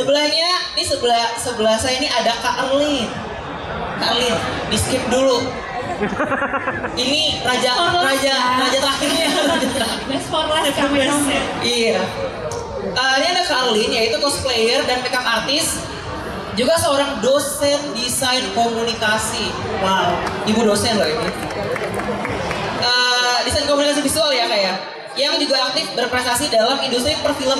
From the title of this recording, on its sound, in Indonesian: Periplus Talkshow Indonesia Comic Con Pop Asia